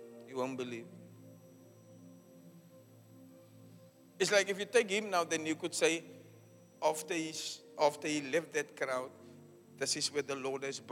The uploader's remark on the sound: Preached at Zion Sanctuary, Cape Town on the 9th July 2023.